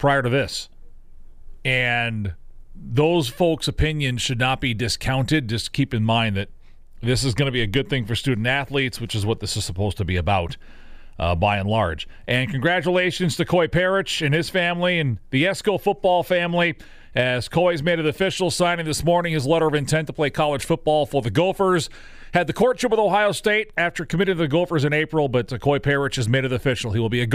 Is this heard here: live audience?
no